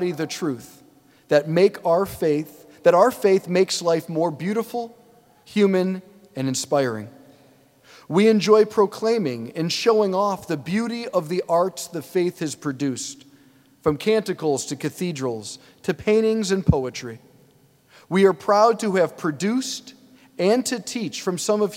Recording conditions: large echoing room